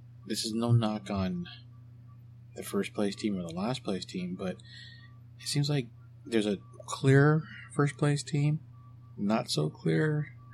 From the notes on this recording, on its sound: I am still working on a recording location in order to eliminate that background noise and distortion.